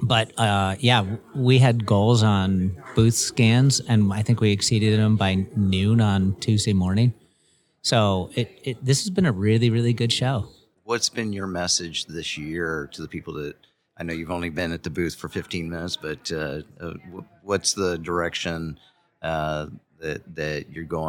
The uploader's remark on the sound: interviews at the 2024 LegalWeek conference